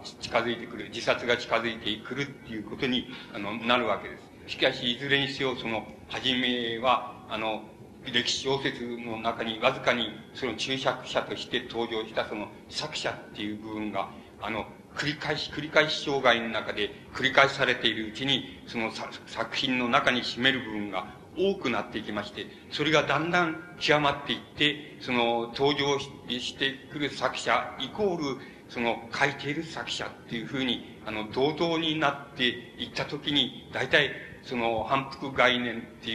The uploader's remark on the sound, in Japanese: 主催：神奈川近代文学館／神奈川文学振興会。場所：神奈川県立音楽堂。芥川龍之介の生誕100年を記念して 神奈川近代文学館で開かれた 「芥川龍之介展」での記念講演会。音源は主催者から提供を受けたもので クリアに収録されている。